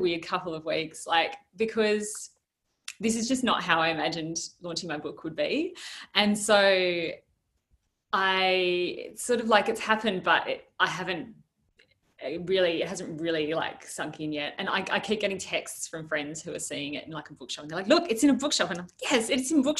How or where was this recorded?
video call